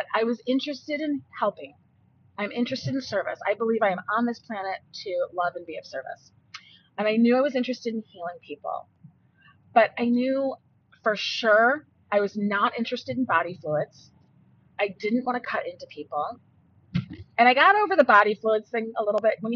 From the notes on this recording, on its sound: Also, I tried recording and driving.